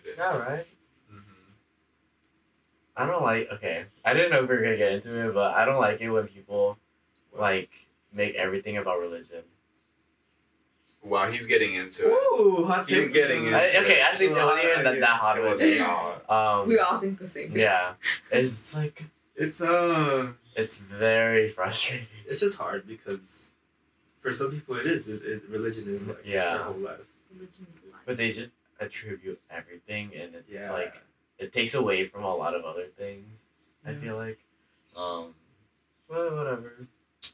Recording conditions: poor sound quality